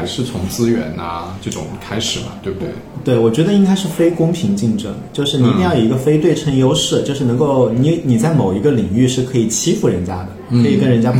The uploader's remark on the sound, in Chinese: 我们录音选了一个茶室，没想到隔壁的上海爷叔嗓门巨大，所以节目的背景音有时候颇为嘈杂